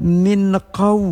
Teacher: nun mati bertemu qaf dengan ikhfa, dengung lama dengan ikhfanya enam ketuk